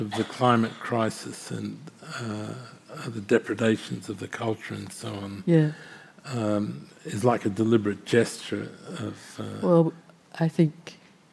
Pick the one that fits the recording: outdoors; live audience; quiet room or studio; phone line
live audience